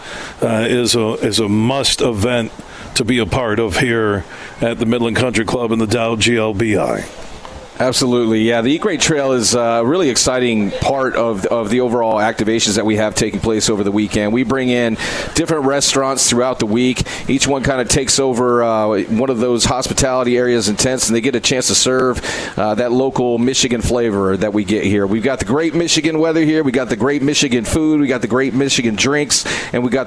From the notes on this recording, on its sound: It's day 2 of us broadcasting live from the Midland Country Club as the Dow Great Lakes Bay Invitational two-person event takes place this week starting Wednesday.